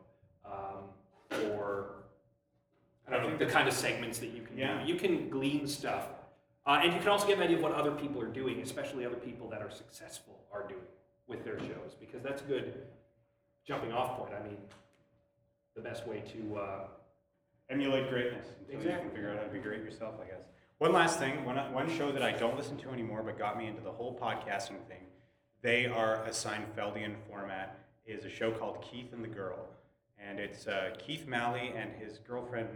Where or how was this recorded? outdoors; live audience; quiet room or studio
live audience